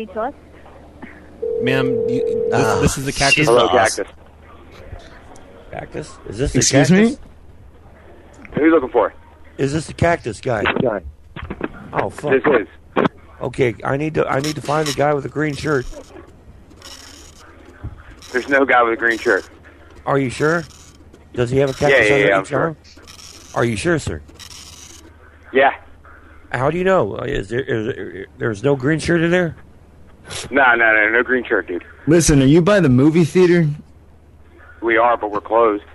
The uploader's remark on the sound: Prank Phone Calls